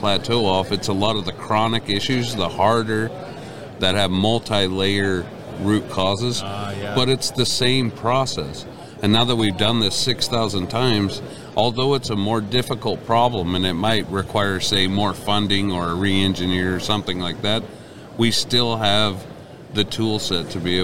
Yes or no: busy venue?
yes